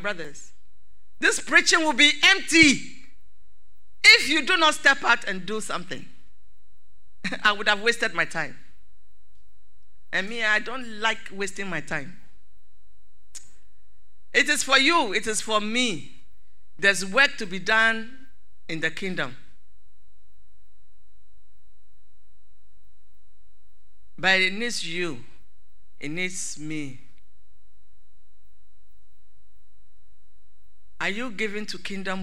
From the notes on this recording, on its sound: Sermon preached at CBC Shiashie Campus.